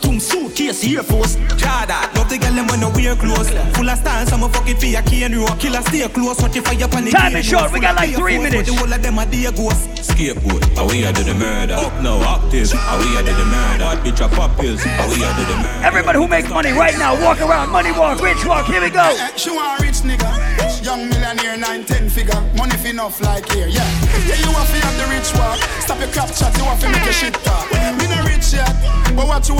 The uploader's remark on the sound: Live audio recording of my session at Island Saturdays on March 5th, 2022.